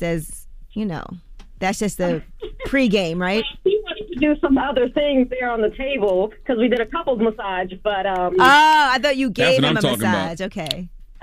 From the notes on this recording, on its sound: they opened the phone lines